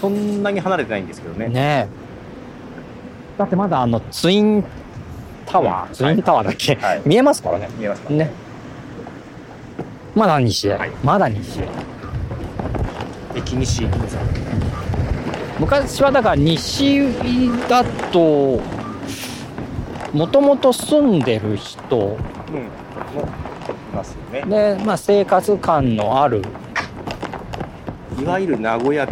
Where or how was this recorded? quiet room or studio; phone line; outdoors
outdoors